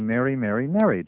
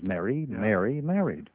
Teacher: But in Chicago, a native Chicagoan will say, "Mary, Mary, married." Just the same vowel for all three · Shown in: first take